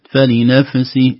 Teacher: نخرج هواء مخرج الفاء بهدوء، يسمى الهمس الفاء من بطن الشفة السفلى مع أطراف الثنايا العليا، ثم نحقق كسرة السين.